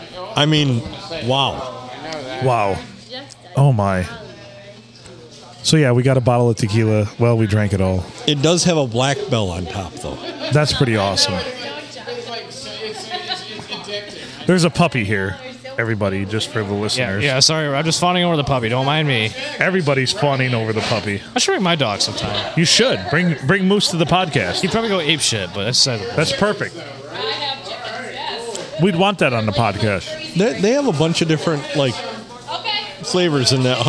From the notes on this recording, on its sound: Recorded on a crazy Monday night at the Blue Water Sports Bar and Grill.